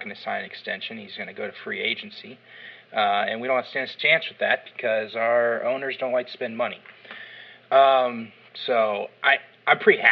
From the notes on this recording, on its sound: apologies for the wonky audio you may hear, we had a lot of technical difficulties the night we recorded.